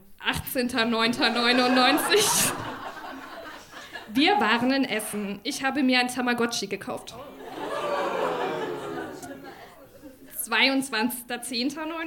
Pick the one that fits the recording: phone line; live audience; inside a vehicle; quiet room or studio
live audience